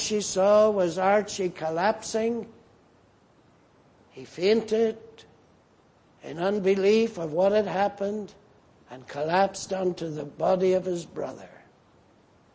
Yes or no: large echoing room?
yes